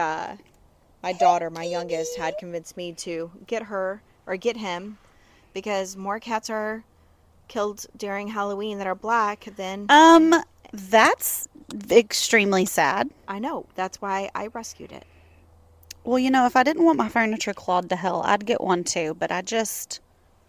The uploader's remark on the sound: record on the patio